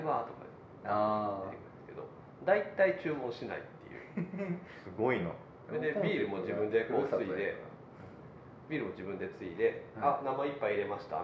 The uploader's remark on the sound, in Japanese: 尼崎にある西正寺。なんと本堂で収録させていただきました。